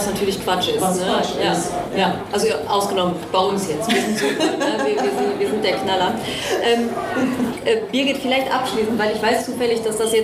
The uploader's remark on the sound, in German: Live auf der Bühne